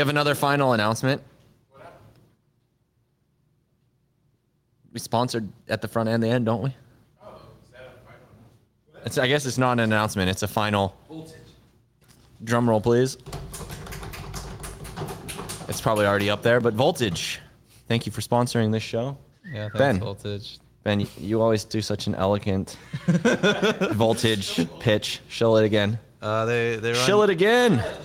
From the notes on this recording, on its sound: Pleb Broadcasting Service was broadcasted from Austin, Texas. In front of a live Pleb audience.